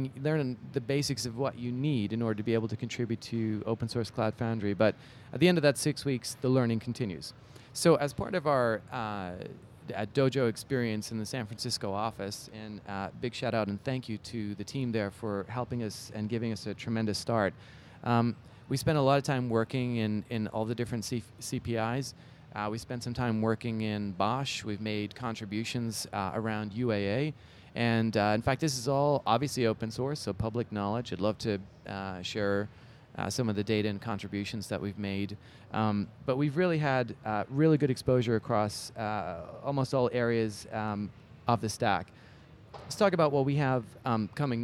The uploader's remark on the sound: Live from EMC World 2016!